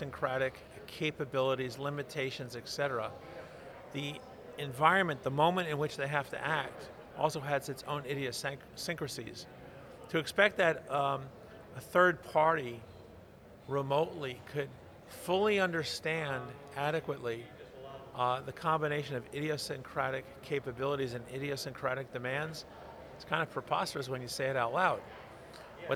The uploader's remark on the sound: From the GBMP Northeast Lean Conference!